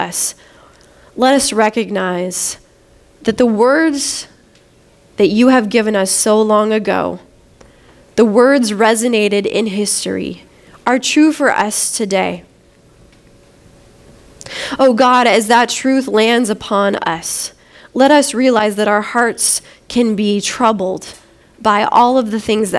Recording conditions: large echoing room